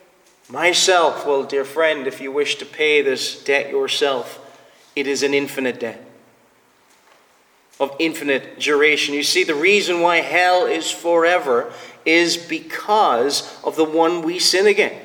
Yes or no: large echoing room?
yes